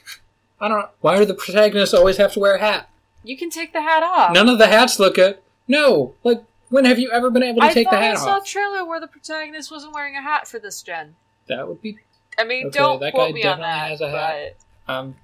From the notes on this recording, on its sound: Apologies for the audio this week. I let the auto tools in audacity loose instead of doing everything myself. The end result is a rather manically paced episode with a number of sentences cut off.